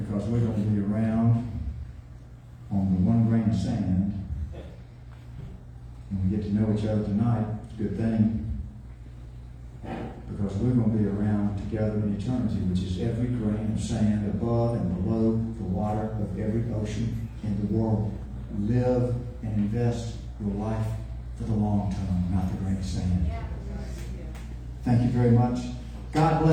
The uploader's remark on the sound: LIVE from Tulsa